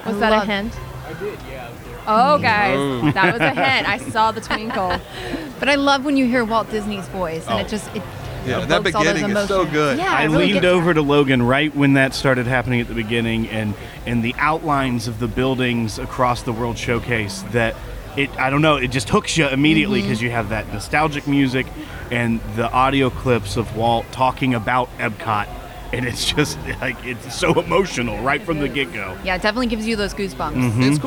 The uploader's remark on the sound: LIVE from the Magic Kingdom. We take you live to the Magic Kingdom for our final week of our promotion with Walt Disney World.